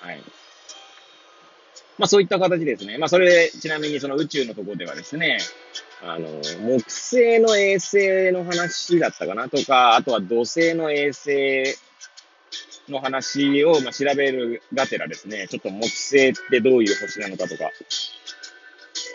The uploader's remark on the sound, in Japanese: Airpods を付けた状態で、車中で収録しており、雑音などが入る可能性があり、ご容赦ください。